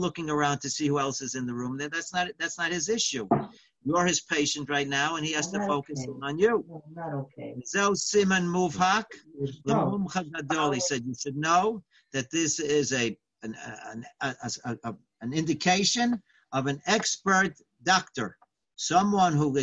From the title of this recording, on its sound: Live On Zoom